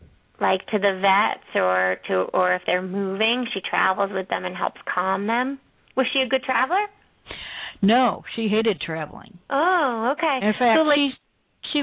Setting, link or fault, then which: link, phone line